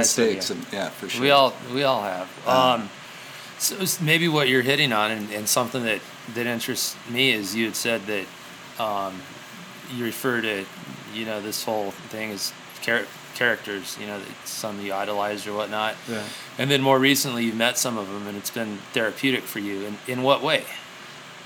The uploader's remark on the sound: at the Calgary Bike Show